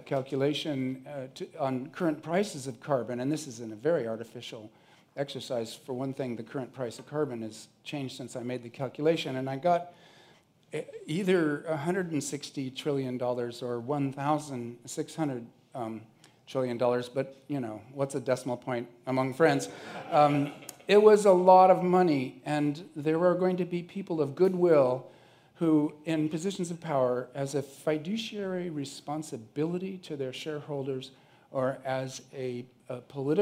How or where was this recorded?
busy venue